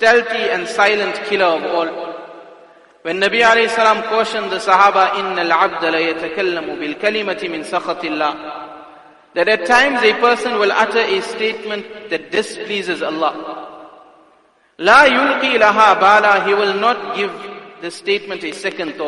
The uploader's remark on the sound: Jumuah Lecture at Masjidus Salaam, Musgrave